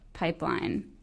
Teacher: hear the way that her voice kind of creaks on the word pipeline? That's vocal fry.